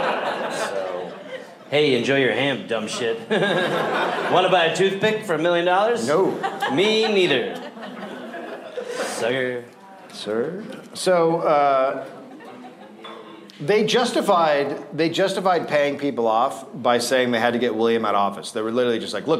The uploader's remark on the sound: Recorded live in Las Vegas